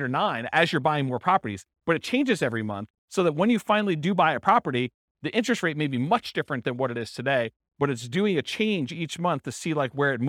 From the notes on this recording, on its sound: This was a live class recorded